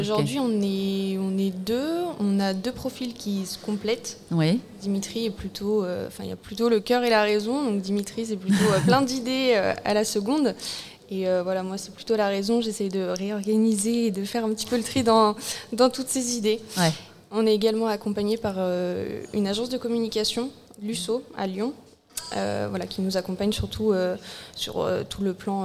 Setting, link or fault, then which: setting, busy venue